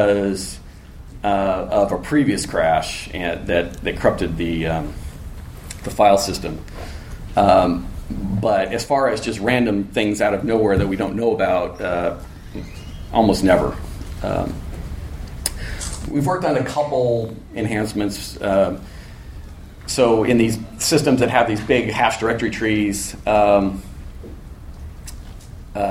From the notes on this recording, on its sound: A recording from a MeetBSD California 2014 talk.